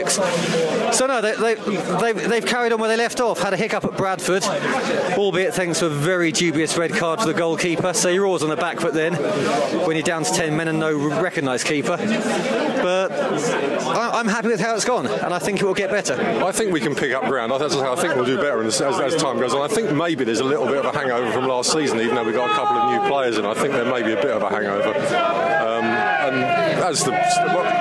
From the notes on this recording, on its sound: We also bring you our unique commentary on the game as it unfolds. Live from 'The Griffin' pub.